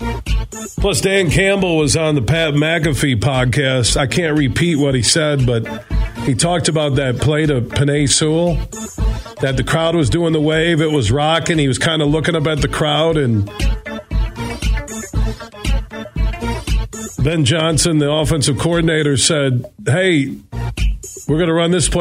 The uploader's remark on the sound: so we took your calls throughout the show